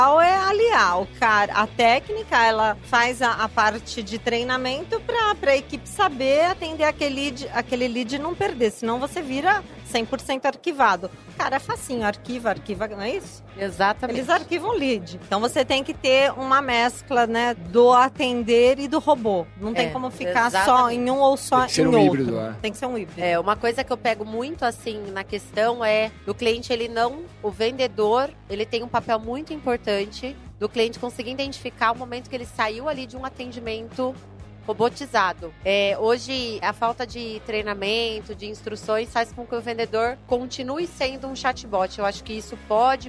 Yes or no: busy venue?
yes